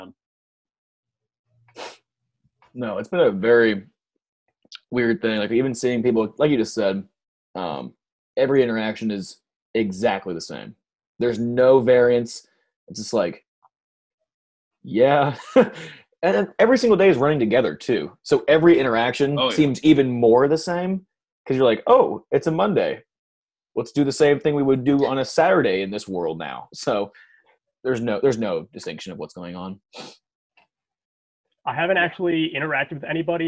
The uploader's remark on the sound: Podcast recorded virtually via Zoom to practice social distancing.